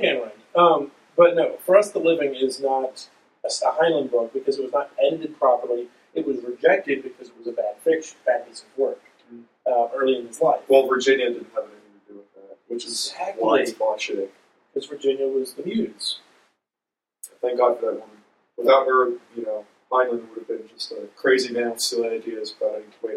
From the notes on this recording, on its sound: Apologies about the awfuller-than-usual sound quality. We tried to use a bunch of different.